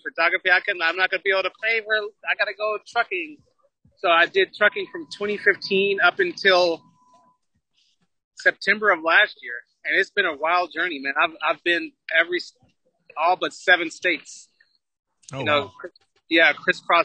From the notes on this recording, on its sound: The audio quality isn’t all that great. The Zoom desktop app captured the audio portion during the file conversion after the podcast wrapped up. Had forgotten to press record on the podcasting deck. During the live videostream.